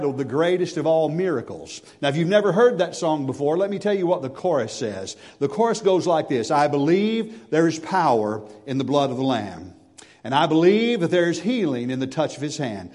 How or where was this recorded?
large echoing room